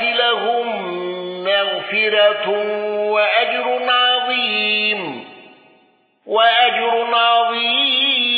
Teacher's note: قالون بصلة ميم الجمع واندرج معه ابن كثير وأبو جعفر